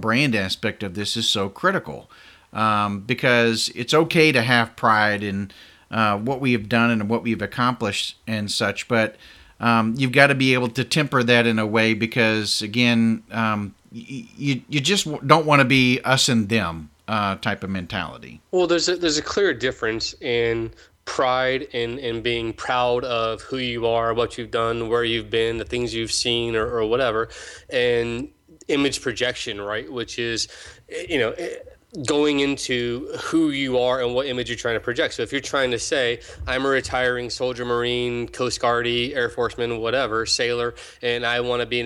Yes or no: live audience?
no